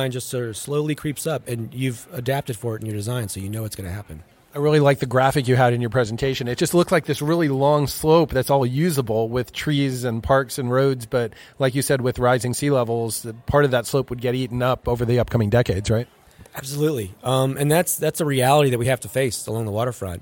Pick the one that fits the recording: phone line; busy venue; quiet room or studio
busy venue